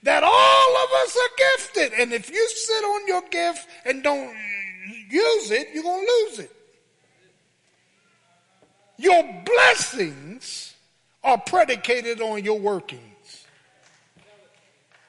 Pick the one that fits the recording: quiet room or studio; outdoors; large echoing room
large echoing room